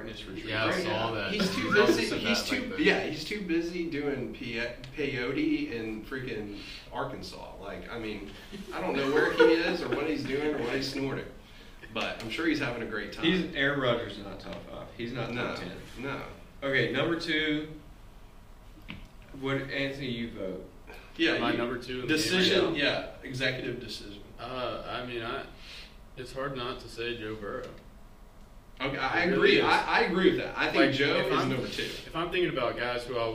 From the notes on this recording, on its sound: We forgot to plug in the mics.